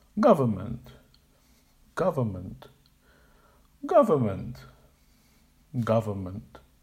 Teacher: using a schwa sound on each of the two weak syllables